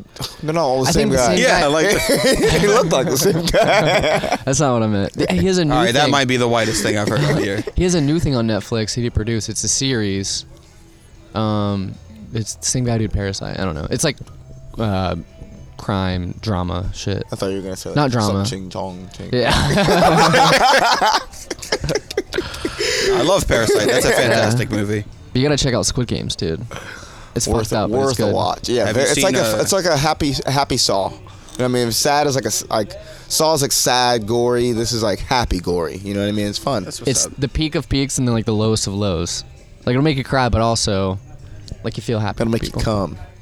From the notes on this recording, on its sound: This podcast was recorded before the Shantytown Pub open mic